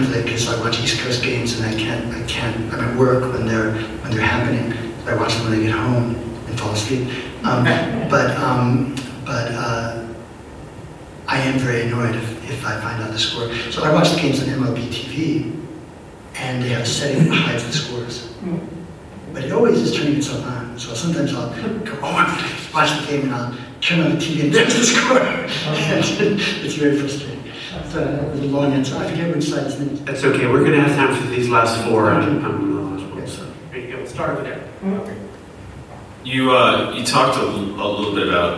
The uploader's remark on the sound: This Audio is courtesy of Seattle Town Hall Taped Live. The Forum.